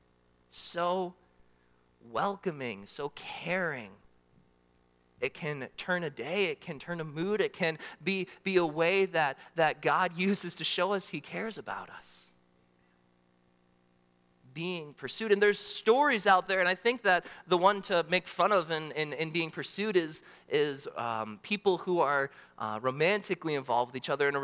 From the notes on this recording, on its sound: during the Morning Worship Service on Sunday, January 28, 2024, at Calvary Baptist Church in Battle Creek, Michigan